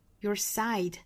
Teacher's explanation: I 的口型过渡从第一个 R、啊、过渡到后面这个 I 第一个长第二个短第一个强第二个弱 · Term: I 的发音